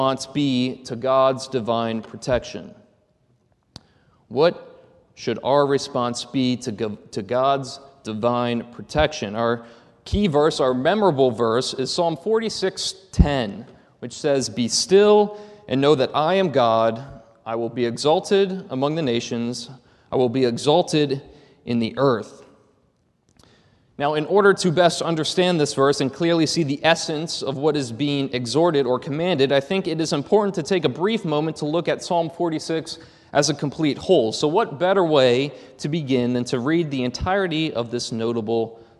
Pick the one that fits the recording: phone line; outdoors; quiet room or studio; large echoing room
large echoing room